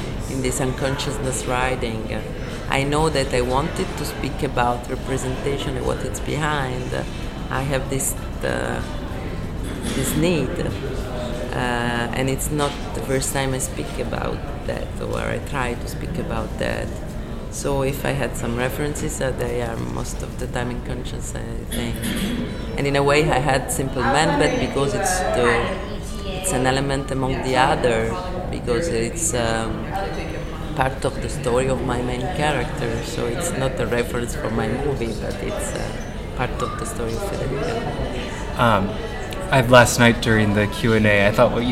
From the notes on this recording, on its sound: This interview was conducted on January 11, 2020 at the 31st Annual Palm Springs International Film Festival.